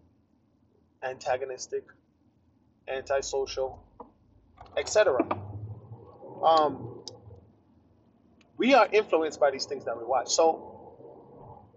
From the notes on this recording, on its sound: Poor audio.